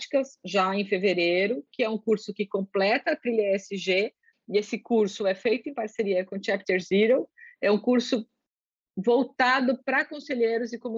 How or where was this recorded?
video call